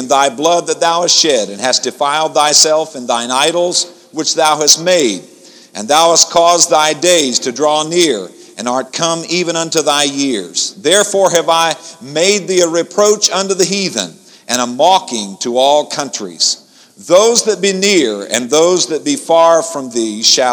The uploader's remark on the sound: InterChurch Holiness Convention Dayton Convention Center Dayton, Ohio 1994